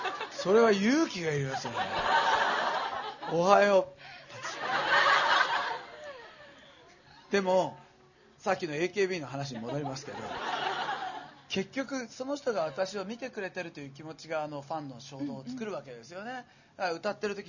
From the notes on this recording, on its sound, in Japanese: 公開収録イベント。TSUTAYA TOKYO ROPPONGIにて開催しました。